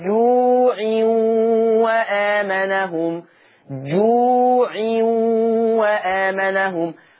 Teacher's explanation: يبقى اذا الواو ديت صفة المد، خلي بالك ان الواو ديت صفة المد ثابتة وصلا ووقفا